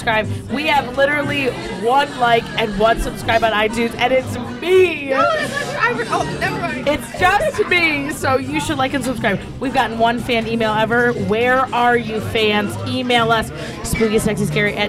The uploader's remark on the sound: Venture outside of the studio and record an episode LIVE AT AN APPLEBEE'S. Venture outside of the studio and record an episode LIVE AT AN APPLEBEE'S.